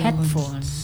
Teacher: Stresnya ada di suku kata headnya